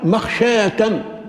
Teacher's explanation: بإبدال الياء ألفا وفتح الشين بعد كانت مكسورة لتناسب الألف بعدها